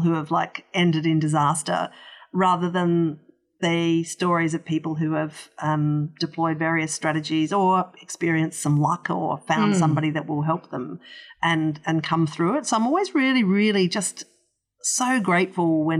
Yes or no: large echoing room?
no